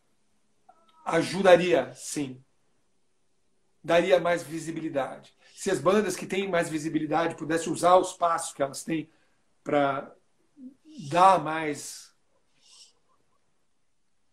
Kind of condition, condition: link, video call